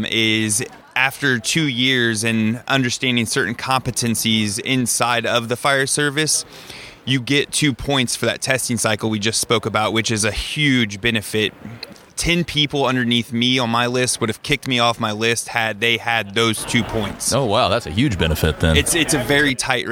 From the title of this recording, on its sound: On site at the Springfield Area Home Builders Home Expo